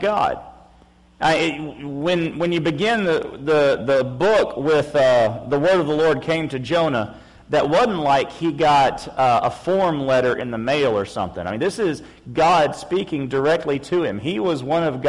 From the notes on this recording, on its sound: PM Service. FBC Sulphur, LA.